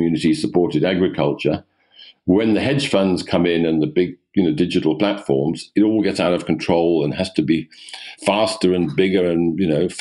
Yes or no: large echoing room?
no